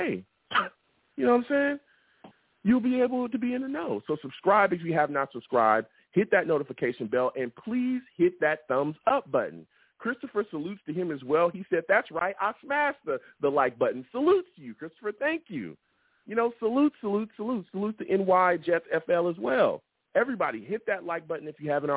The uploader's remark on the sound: I take live callers!